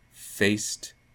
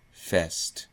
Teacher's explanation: So if I take the length part of it out and say faced fest, then I've got a difference of diphthong monophthong. Faced for me is a diphthong, and fest is a monophthong.